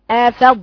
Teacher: فإذا أفضتم، روحي لي عند الضاد ورا فوق، ثم انتقلي لي عند مخرج التاء، أفض أفض أفضتم، ما تقولاش أفضتم، أفضتم دي بقى الضاد فيه هنا كده إدغام، هي مش إدغام، أفض اقرأيها معايا، الضاد فيها استعلاء وإطباق